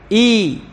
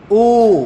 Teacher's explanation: فكلها أحرف هوائية جوفية تنتهي بانتهاء هوائها